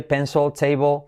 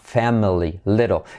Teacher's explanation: Esa L atrás casi ni se escucha. Recuerda que la L, letra clave, cuando está al final de palabra casi no se oye. · Shown in: first take